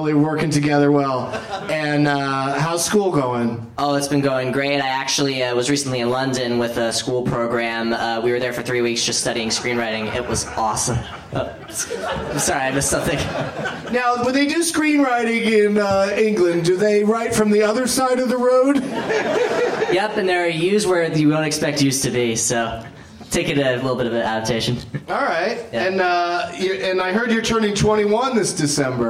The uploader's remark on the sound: Live from the Traverse City Film Festival